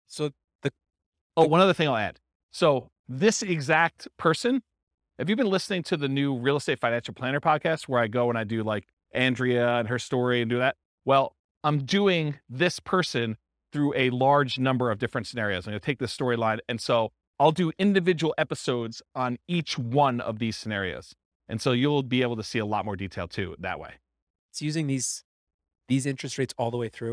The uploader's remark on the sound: This was a live class recorded